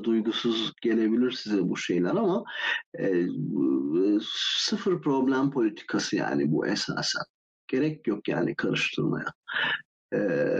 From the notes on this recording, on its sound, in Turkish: Discord sunucumuzda canlı olarak kaydedilen bu bölümde